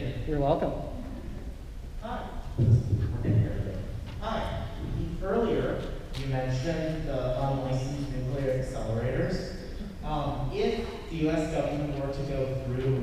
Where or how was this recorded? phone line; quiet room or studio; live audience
live audience